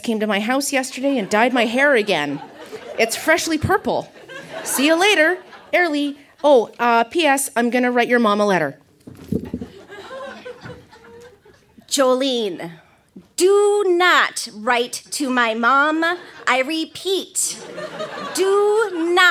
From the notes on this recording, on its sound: Recorded live at the Kingston Canadian Film Festival. Photos from our Kingston, Ontario event.